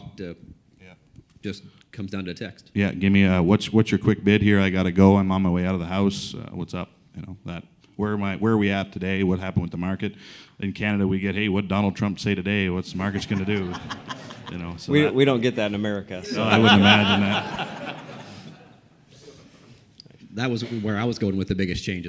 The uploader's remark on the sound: Host this episode in front of a live "studio" audience, where they interview attendees of the annual Master Management Conference hosted by White Commercial Corporation.